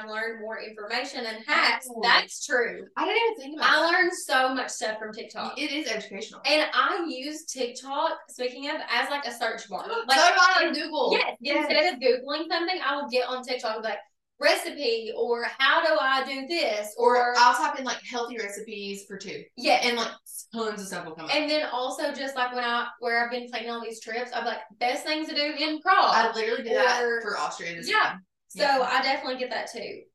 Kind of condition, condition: fault, poor microphone